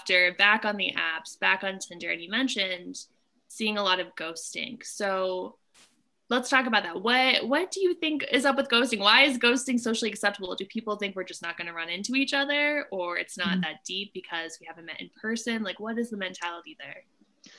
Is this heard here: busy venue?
no